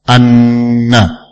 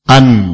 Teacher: kalau an nunnya sukun berarti gunnahnya kurang sempurna · Shown in: second take · Nah, ada gunnah tapi sangat sedikit, derajatnya sangat rendah.